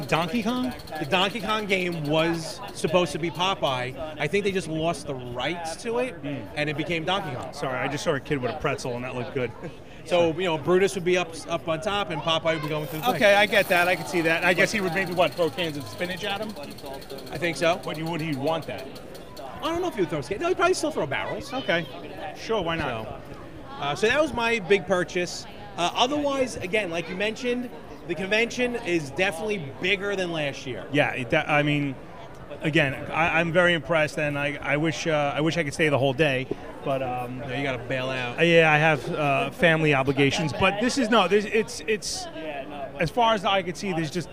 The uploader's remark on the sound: Recorded LIVE at the Long Island Retro Gaming Expo 2019 at the Cradle of Aviation Museum in Garden City, NY. After having a disaster of a time with recording this special edition, losing the audio was rough. The audio was completely lost.